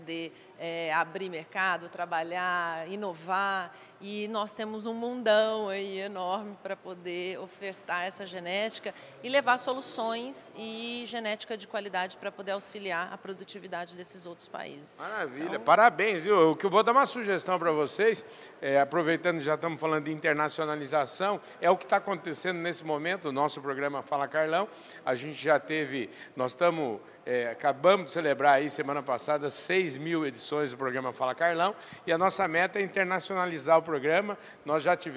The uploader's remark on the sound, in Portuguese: Prosa gravada durante o Meeting Adir, realizado em Ribeirão Preto!